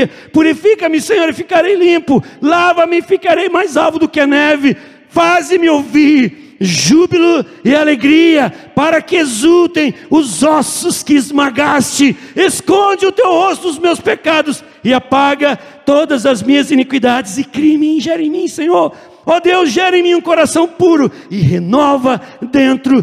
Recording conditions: large echoing room